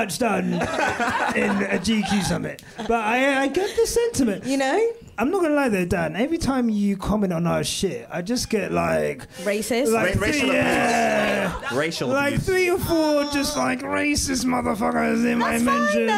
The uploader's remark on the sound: This is a live recording from our #QuickStopLive event following the 2022 Abu Dhabi GP.